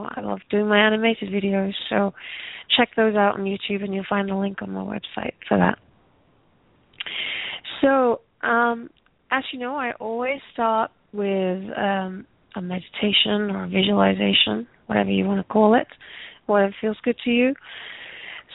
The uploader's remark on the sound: takes your calls